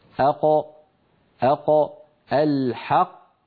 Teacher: منطقة أقصى اللسان ترتفع كما نرى في اللوحة، وتقرع المنطقة التي اسمها الحنك اللحمي · Term: القاف